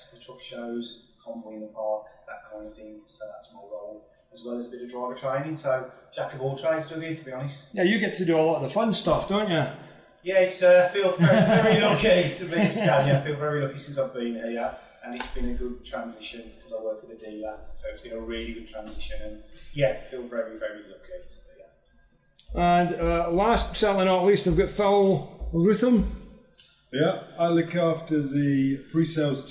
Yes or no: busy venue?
yes